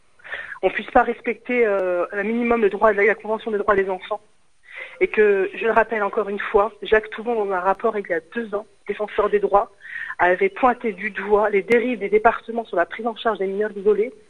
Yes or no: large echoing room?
no